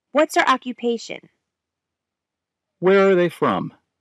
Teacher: اگر سوال شما سوال بله خیر نباشه، تون صدای شما در انتهای سوال فرود میاد